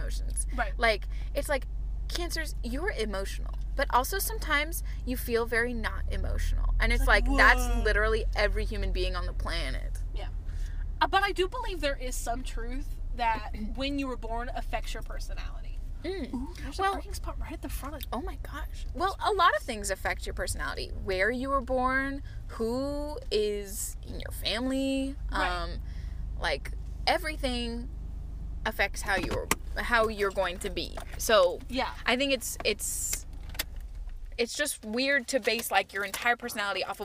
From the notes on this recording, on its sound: Recording in the car!